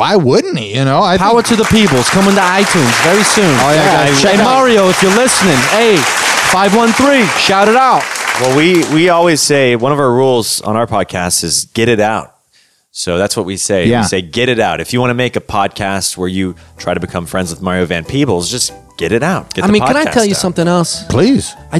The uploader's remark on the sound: live studio audience